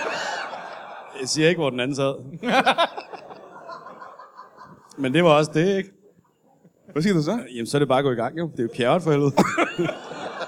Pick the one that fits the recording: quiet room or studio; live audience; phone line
live audience